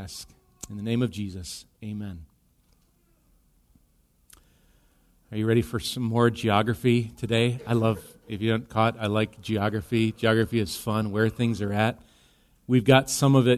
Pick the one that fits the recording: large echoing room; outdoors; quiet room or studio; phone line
large echoing room